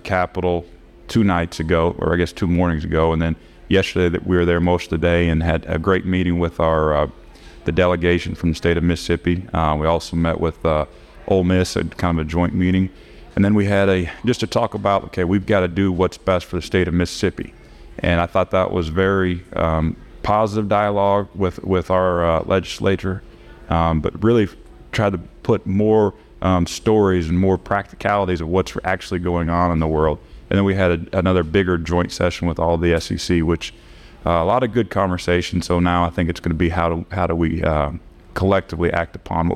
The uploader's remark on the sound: live on the T&L Catfish Tour from the Little Dooey